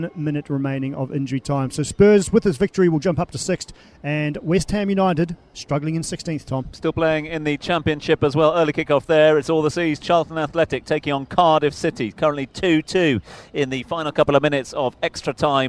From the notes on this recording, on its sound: From the rooftop garden of Barasti